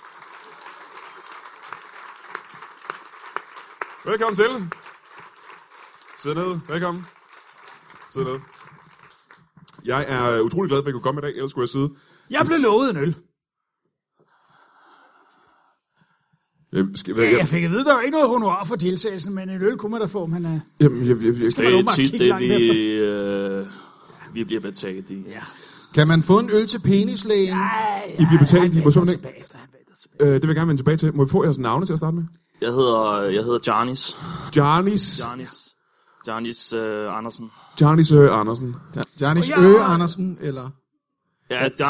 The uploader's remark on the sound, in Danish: LIVE fra Comedy Zoo Aarhus